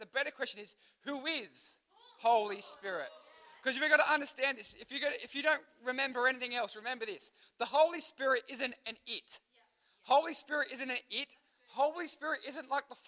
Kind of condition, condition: setting, live audience